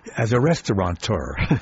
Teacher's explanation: Again, the unnecessary N creeps in.